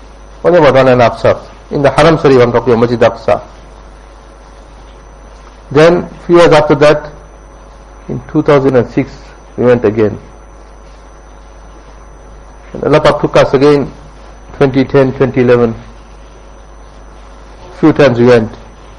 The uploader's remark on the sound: Jumuah lecture at Rockford Musalla